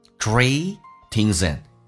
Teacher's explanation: and 的 d 不发音略音